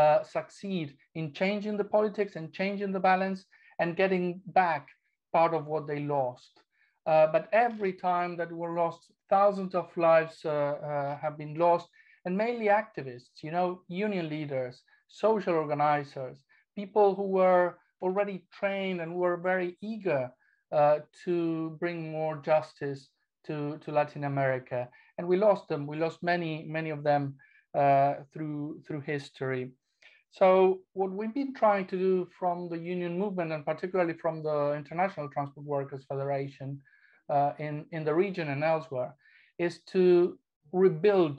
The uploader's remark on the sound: An online event as part of Arise 2022 - A Festival of Left Ideas.